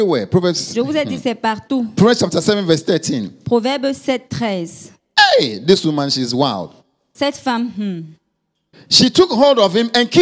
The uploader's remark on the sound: Preached during Joyful Hour Sunday Service